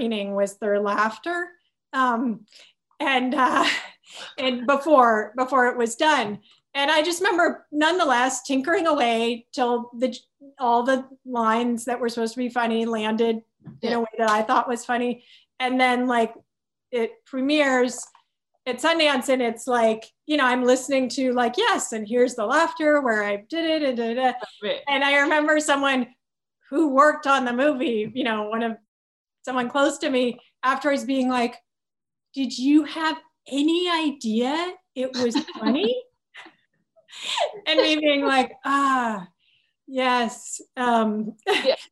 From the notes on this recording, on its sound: virtual Q&A